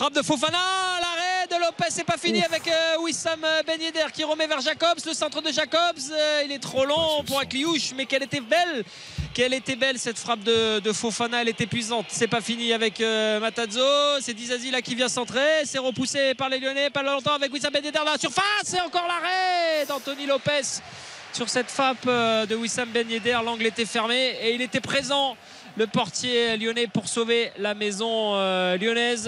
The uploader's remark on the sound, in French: Trois heures de direct. En direct du Groupama Stadium.